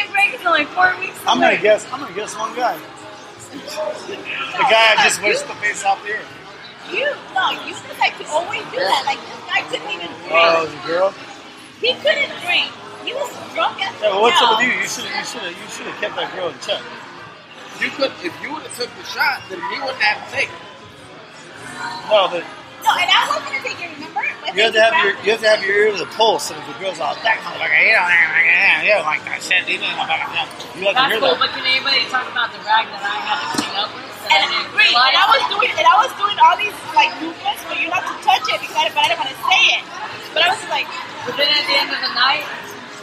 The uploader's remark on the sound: Live at the Old Crow in Huntington Beach